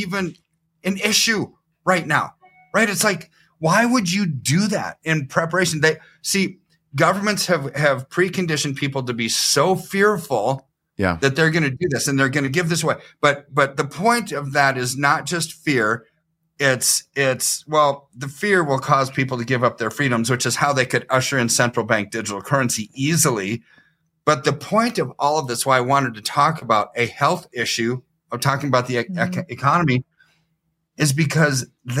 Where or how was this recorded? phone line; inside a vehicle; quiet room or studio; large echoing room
quiet room or studio